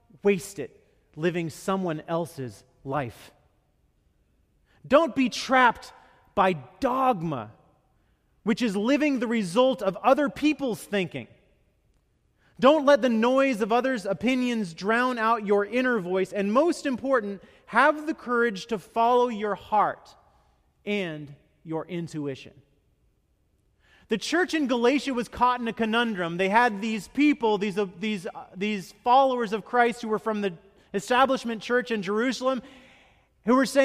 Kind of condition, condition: setting, large echoing room